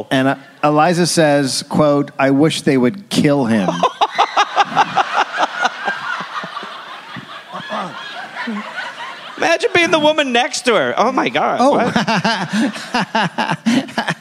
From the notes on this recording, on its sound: Recorded live in Dallas.